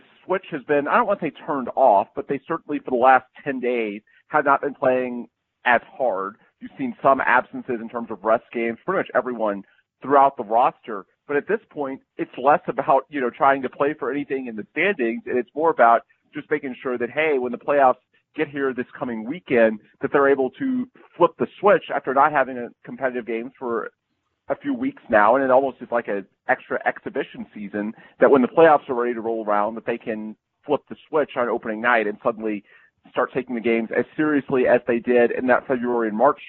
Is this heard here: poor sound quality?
no